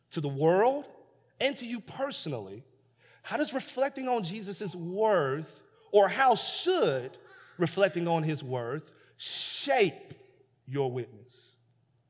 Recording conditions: large echoing room